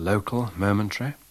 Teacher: The diphthong in goat has a central or even slightly front starting point.